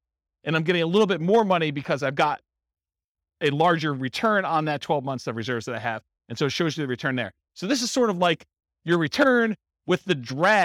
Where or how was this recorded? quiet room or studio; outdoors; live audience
live audience